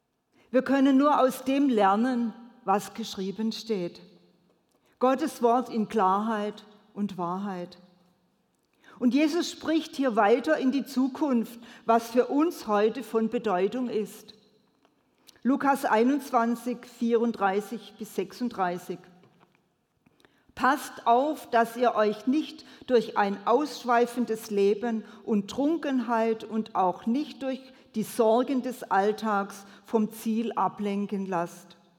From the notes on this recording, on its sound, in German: predigt im Missionswerk Karlsruhe